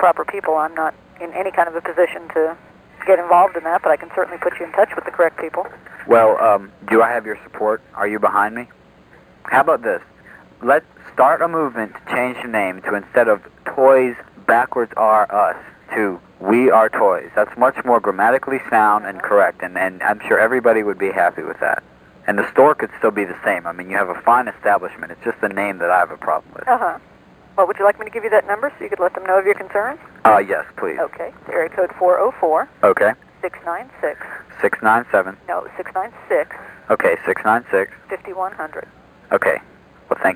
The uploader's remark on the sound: RBCP's Personal Prank Phone Calls Collection